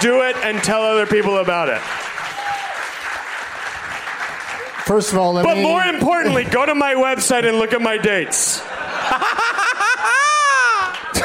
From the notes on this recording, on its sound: Live from New York City's Irving Plaza